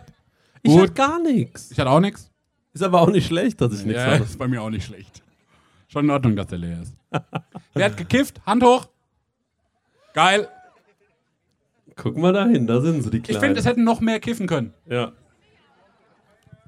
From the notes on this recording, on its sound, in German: Sommerfest Live. Lauschet dem Live Podcast, der vor Ort gepredigt wurde.